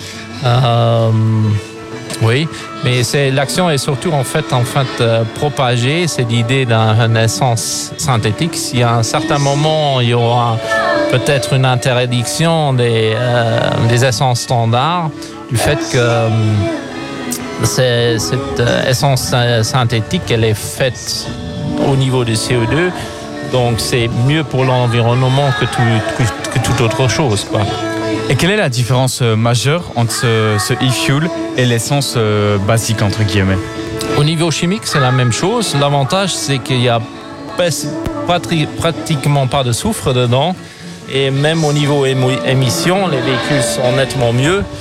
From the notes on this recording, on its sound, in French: À l'occasion de l'édition 2023 de la Vintage Cars & Bikes à Steinfort, Pep's Radio y était en direct.